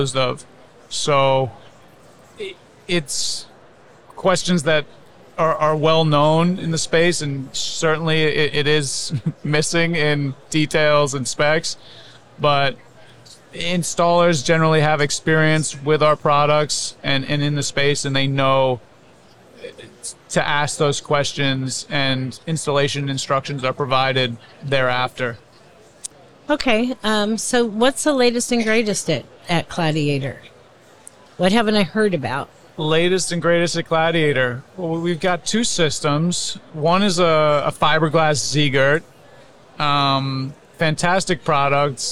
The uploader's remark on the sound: LIVE from A'23. We share a conversation from our live podcasting event at the 2023 AIA Conference on Architecture in San Francisco, California.